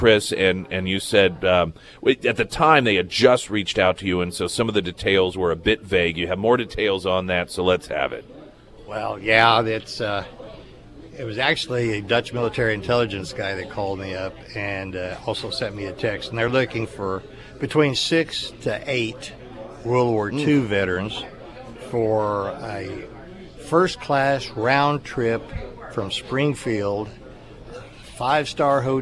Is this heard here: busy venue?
yes